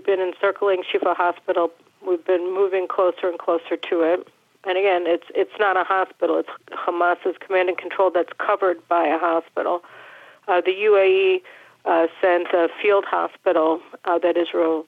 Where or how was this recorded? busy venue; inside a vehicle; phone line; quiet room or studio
phone line